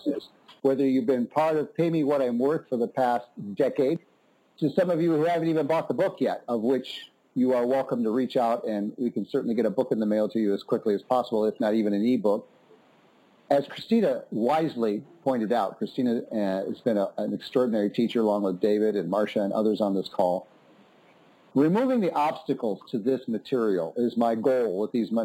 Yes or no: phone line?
yes